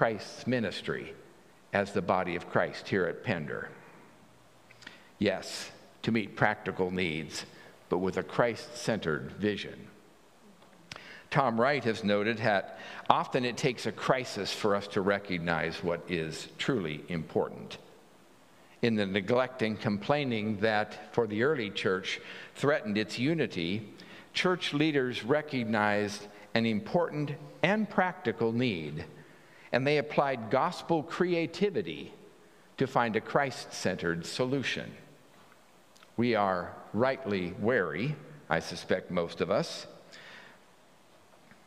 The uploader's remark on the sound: At the 9:00 am Traditional Service.